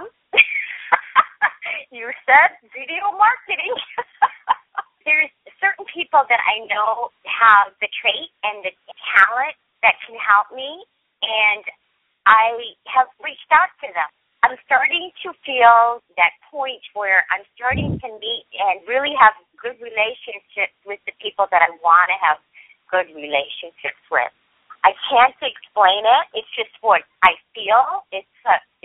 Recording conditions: phone line